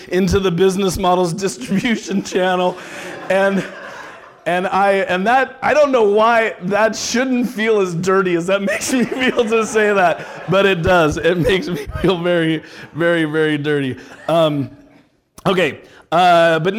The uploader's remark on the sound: Live event coverage of the VeraSage Symposium. Every two years, the Fellows of VeraSage gather to learn from one another.